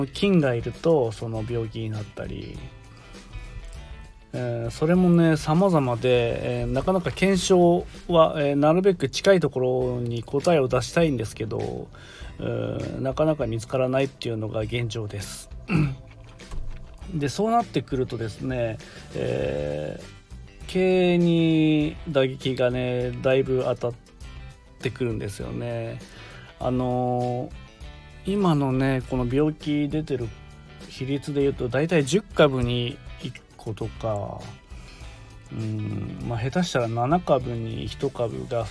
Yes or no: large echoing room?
no